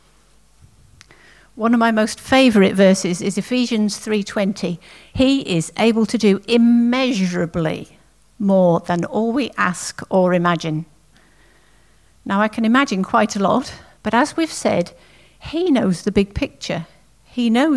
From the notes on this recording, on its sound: At King's Church, Cockermouth, as an audio file.